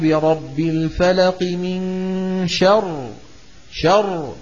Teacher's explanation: فخمنا الراء ليه؟ لأنها ساكنة وقبلها مفتوح، لكن لو وقفنا عليها بالروم والروم هو بعض الحركة من شر شر، فعندئذ نقف بالترقيق لأن الروم حكمه حكم الوسط.